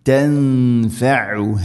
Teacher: ഐന് ഹ മഖ്റജുകൾ ശ്രദ്ധിക്കുക, ഐന് തൊണ്ടയുടെ മധ്യഭാഗം, ഹ തൊണ്ടയുടെ താഴെ ഭാഗം.